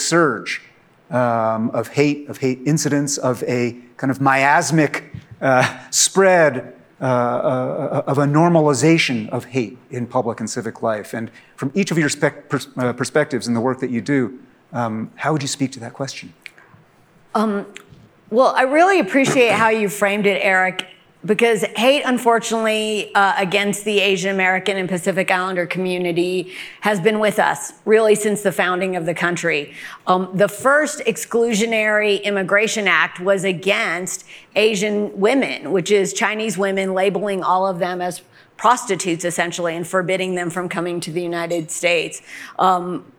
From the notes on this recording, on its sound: In this panel at the 2022 Aspen Ideas Festival